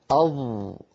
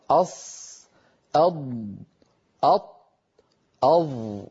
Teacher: الحرف المطبق من حيث انحصار الصوت، ينحصر الصوت بالحرف المطبق بين اللسان والحنك الأعلى · Term: الإطباق